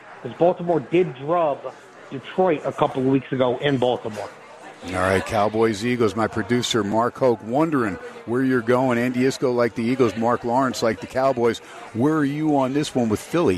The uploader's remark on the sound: SPORTSXRADIO HUMP DAY FROM STEINERS PUB. "Live" from #SteinersPub #LasVegas. SXR is heard "live" on 101.5 FM K-DAWN out of #LasVegas.